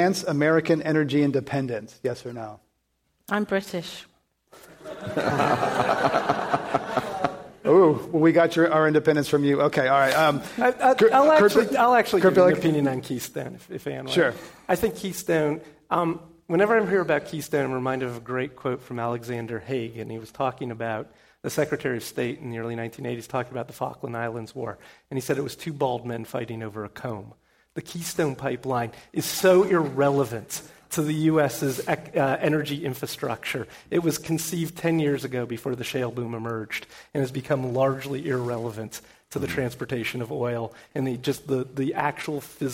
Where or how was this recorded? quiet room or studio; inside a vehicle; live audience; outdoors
live audience